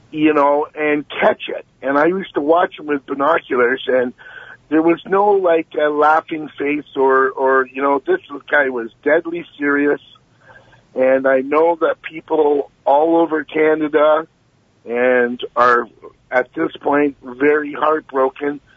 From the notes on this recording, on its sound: Opens the phones to hear from callers. Open Lines-Open Phones.